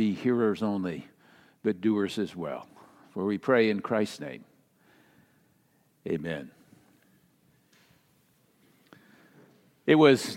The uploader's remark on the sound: Message delivered during the Traditional Worship